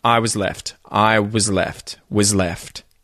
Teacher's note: And then was, I was left holding the bag, gets contracted down to a uz kind of sound.